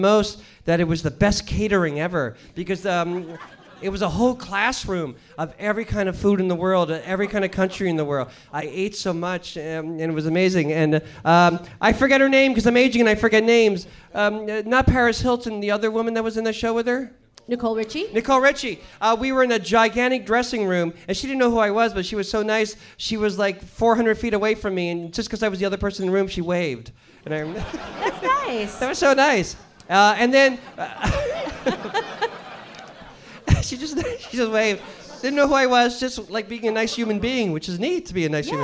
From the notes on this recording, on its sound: This episode was recorded live at San Francisco's Sketchfest!